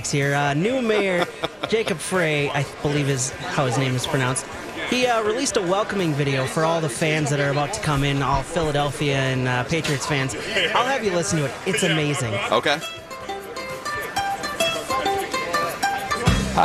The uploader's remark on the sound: Live from Radio Row all week.